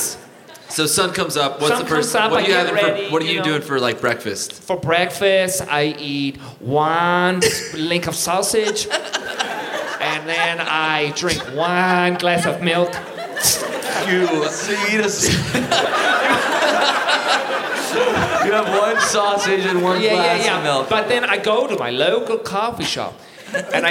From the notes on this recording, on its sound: Live at MacEwan Hall in Calgary!